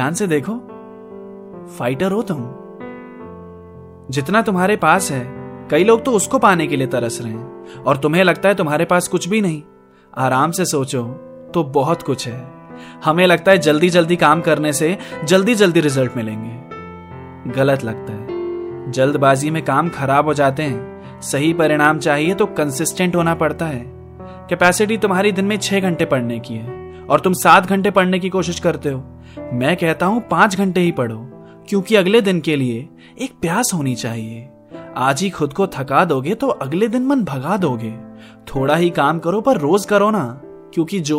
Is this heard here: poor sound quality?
no